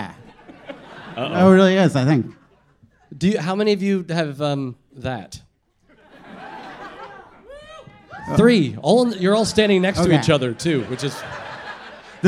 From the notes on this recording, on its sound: Live show taping at Bowery Ballroom, New York City. Onstage for tales and tunes!